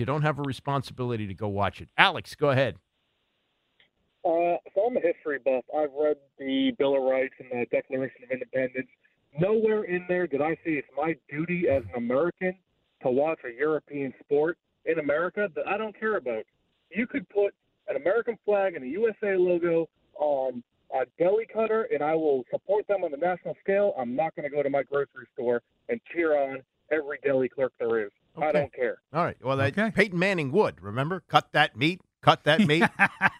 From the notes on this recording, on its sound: field a bunch of polarizing phone calls.